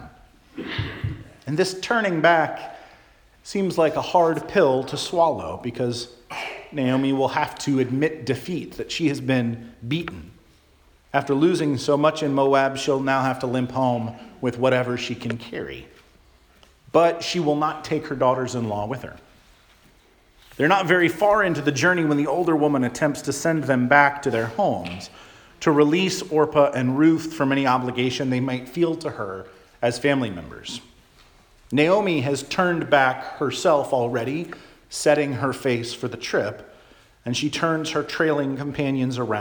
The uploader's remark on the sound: Charles Anglican Cathedral, Bremerton, WA.